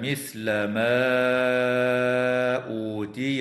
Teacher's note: وتمد الألف من قوله تعالى ما أوتي بمقدار 4 أو 5 حركات أيضا، ولكن من قبيل المد المنفصل